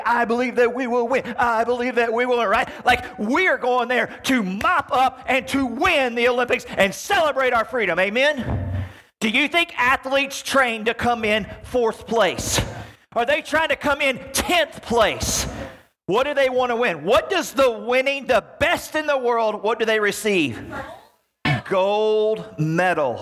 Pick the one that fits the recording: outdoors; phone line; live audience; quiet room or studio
live audience